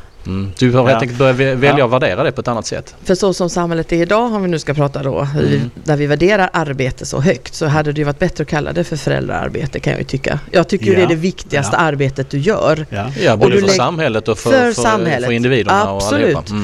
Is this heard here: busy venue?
yes